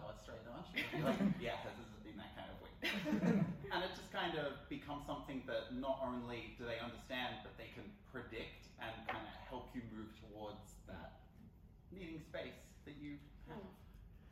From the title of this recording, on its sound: PAX AUS 2022 Live Panel